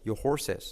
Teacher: Mira, en el your, la R no se pronuncia.